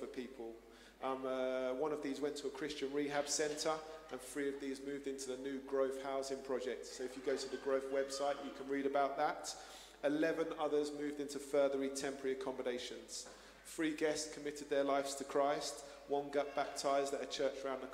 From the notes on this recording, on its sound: Streamed live at St Paul's Shadwell